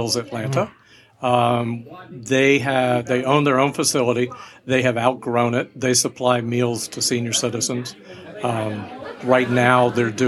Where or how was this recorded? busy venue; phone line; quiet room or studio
busy venue